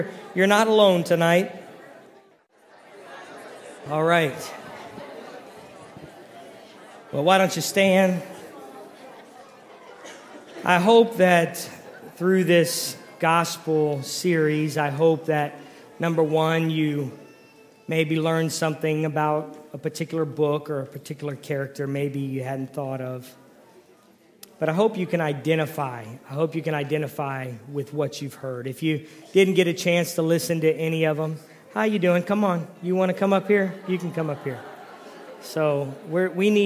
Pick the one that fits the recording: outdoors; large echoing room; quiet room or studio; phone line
large echoing room